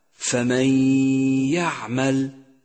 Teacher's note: فمن يعمل، جاءت النون الساكنة وجاء بعدها حرف الياء، وحرف الياء من حروف الإدغام بغنة، هو أحد حروف كلمة يوم. دخلت النون الساكنة بحرف الياء وشدد حرف الياء واستغرق زمن الغنة حركتين وصار نطقها هكذا فمن يعمل.